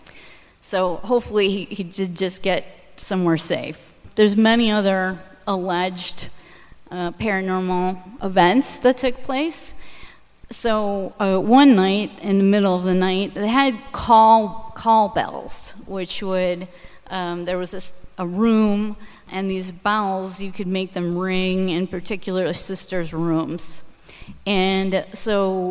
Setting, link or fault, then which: setting, live audience